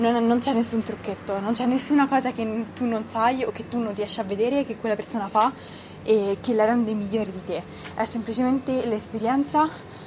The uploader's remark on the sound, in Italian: Mi scuso in anticipo per il rumore delle macchine di sottofondo e il fiatone, ho registrato l'episodio all'aperto durante una passeggiata.